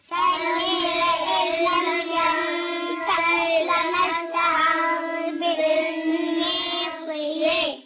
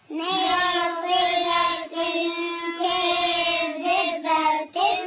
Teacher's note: تاء تنوين بالكسر مخفى عند الكاف المفتوحة بغنة حركتين